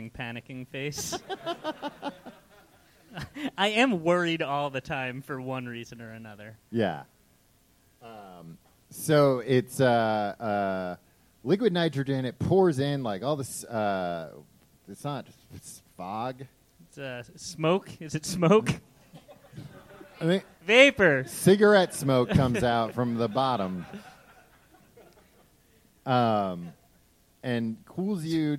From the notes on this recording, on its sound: This show was recorded live before a studio audience in Chicago.